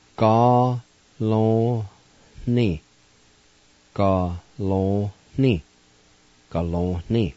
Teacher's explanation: In this word, the last sounds, there will be an H sound right before the end. Actually, between the O and the N